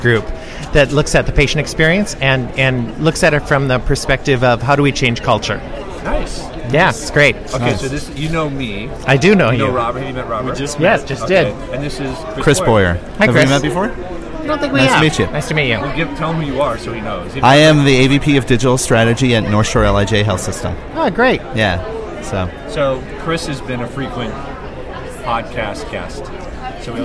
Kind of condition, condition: setting, busy venue